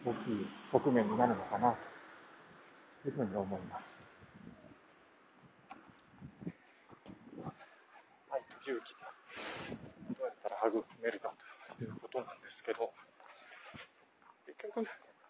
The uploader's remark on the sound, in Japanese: ワイヤレスのマイクで外を歩きながら録ったので、怪しまれないよう小声で人を避けながらとなり聴きづらいですね。マスクもしていたので、最後は息切れして終わりました。